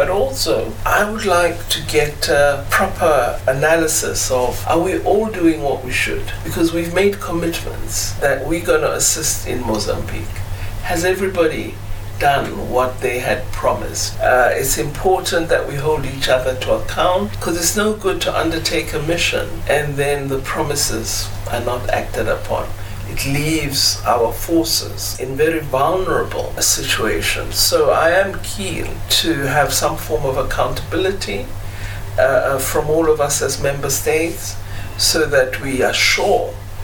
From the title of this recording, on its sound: interview with Ubuntu Radio on the sidelines SADC in Kinshasa, DRC